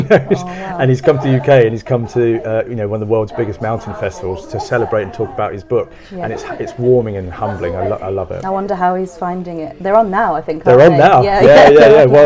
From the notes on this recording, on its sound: Kendal Mountain Book Festival. Live from the Kendal Mountain Festival.